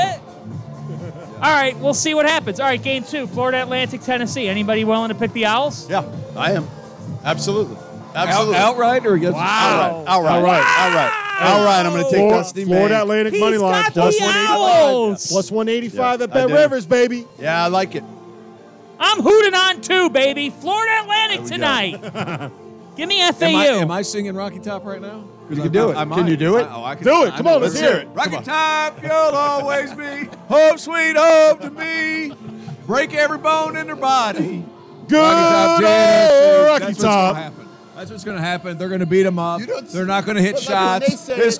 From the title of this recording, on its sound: live from Stadium Swim in Las Vegas